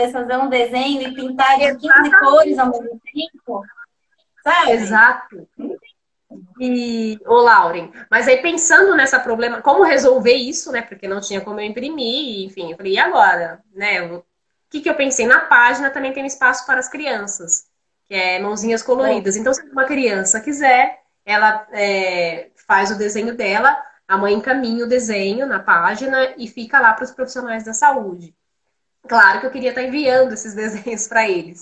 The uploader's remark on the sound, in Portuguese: Live ocorrida no Instagram